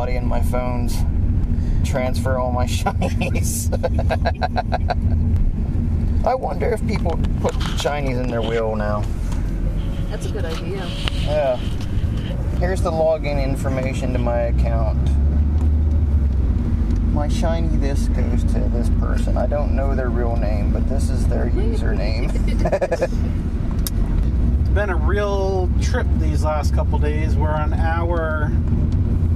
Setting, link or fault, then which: setting, inside a vehicle